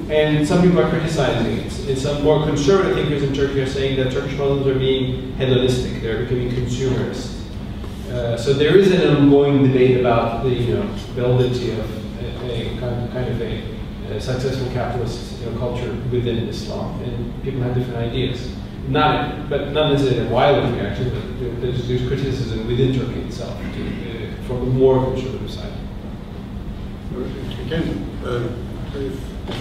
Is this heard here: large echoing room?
yes